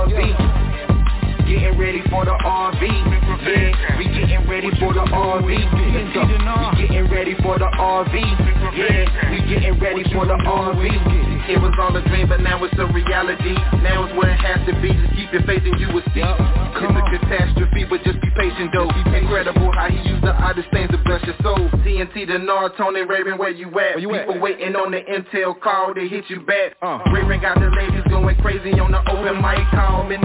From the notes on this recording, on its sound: TNTSuperfantastic Conference Call